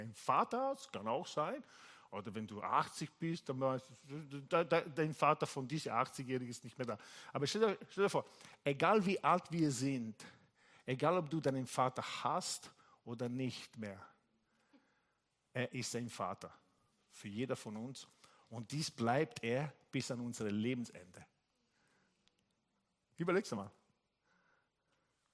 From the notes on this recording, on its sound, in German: Gottesdienst live aus der LIFE Church Wien.